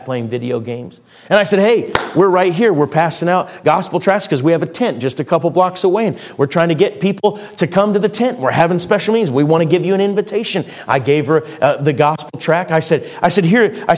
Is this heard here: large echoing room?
yes